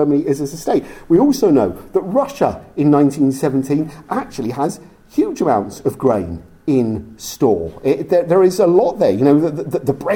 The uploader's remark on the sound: Recorded live at the Cork Great War Conference in October 2023.